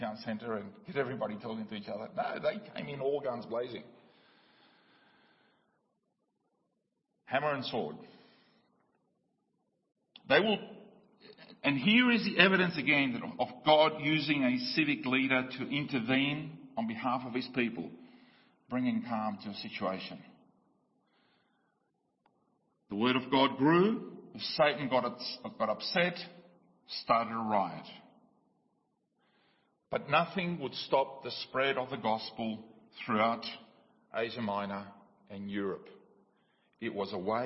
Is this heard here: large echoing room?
yes